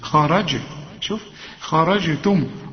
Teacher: خرجتم، خرجتم إنخاء مفخمة لأنها مفتوحة والجيم بنقلقلها لأنها عليها السكون، خرج شوف خرجتم، ودي الميم هي السكنة، اقفل هنا فيها شفايفك.